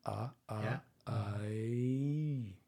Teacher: So your jaw goes from fairly open, I. It closes, right?